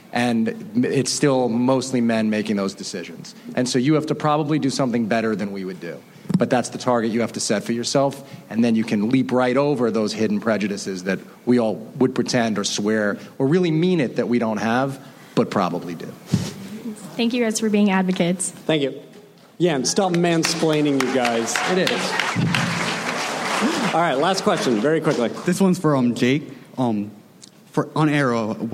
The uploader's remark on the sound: New York Comic Con. Recorded October 8, 2015 at NY Comic Con.